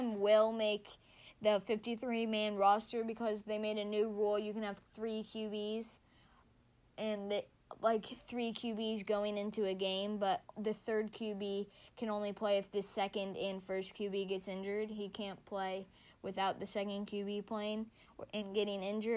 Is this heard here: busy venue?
no